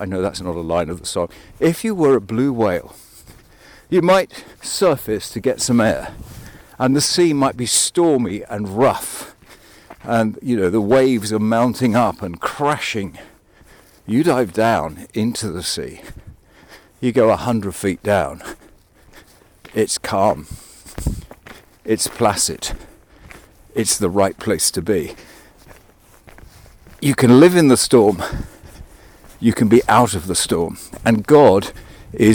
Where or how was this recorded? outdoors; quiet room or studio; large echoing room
outdoors